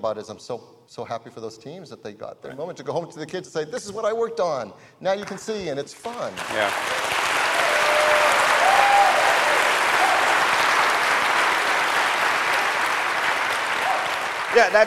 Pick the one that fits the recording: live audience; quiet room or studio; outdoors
live audience